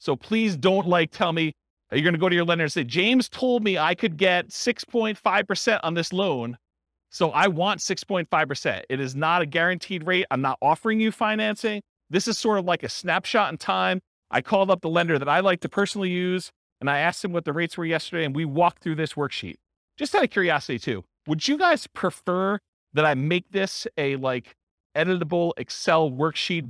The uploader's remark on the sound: This was a live class recorded